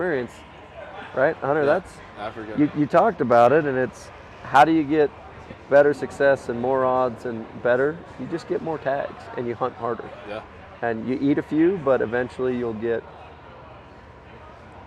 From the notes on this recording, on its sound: LIVE FROM TOTAL ARCHERY CHALLENGE | PARK CITY, UT 2022. A few weeks ago I headed out to Utah to Total Archery Challenge and recorded a few live podcasts with some friends in the industry old and new.